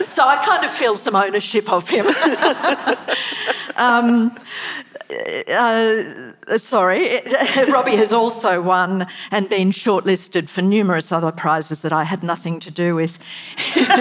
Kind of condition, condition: setting, live audience